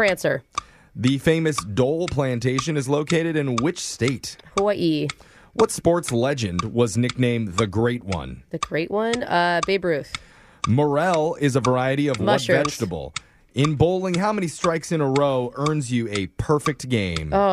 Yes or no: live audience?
no